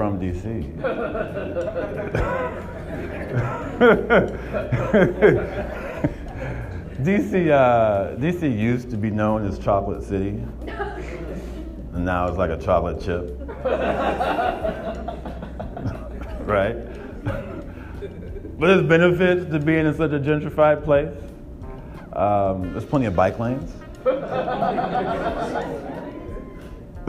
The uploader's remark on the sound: 2018 Attack of the Comics Friday night showcase at DC Drafthouse